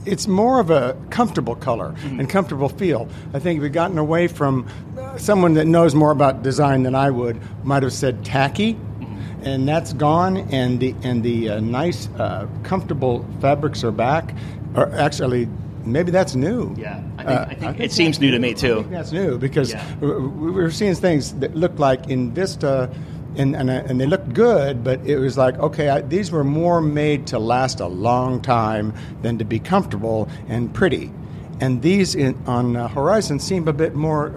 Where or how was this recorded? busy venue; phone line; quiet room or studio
busy venue